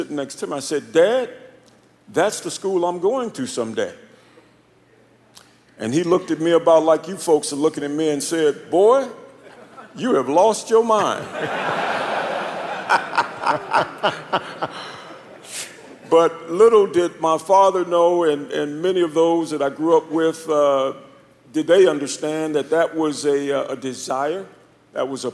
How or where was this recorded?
live audience